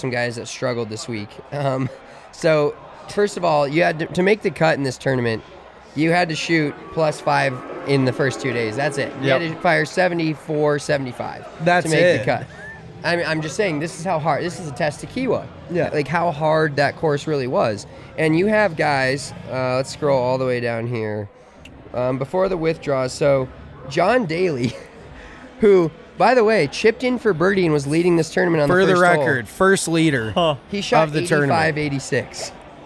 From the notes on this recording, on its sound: Coming at you live from the DNVR Bar for a live reaction and wrap up of the PGA Championship.